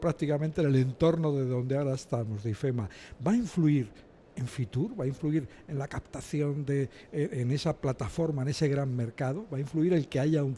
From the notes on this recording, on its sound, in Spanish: En directo desde el Pabellón 9 de IFEMA. En el marco de la 44ª edición de la Feria Internacional de Turismo que se celebra esta semana en Madrid.